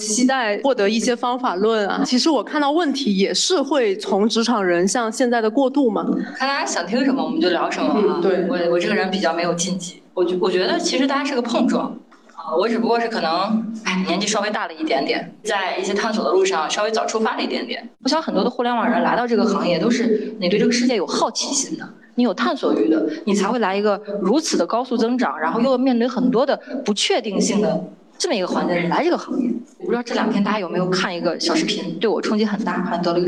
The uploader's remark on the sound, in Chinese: 剪辑师已经尽量修复音质了！话筒有一点回声。